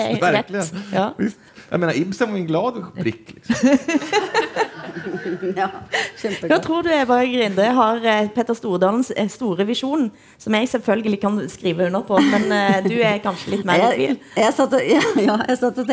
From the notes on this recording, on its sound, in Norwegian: Fra Holmen Bar, KÅKÅnomics 2019.